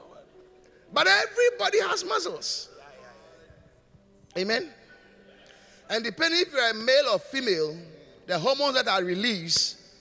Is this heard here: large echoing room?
yes